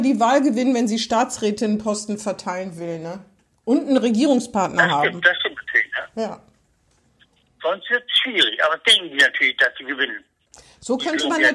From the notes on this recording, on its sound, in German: Findet urlaubsbedingt in dieser Woche wieder per Telefon-Schalte statt. Dieses Mal zur Hälfte live aus Wien.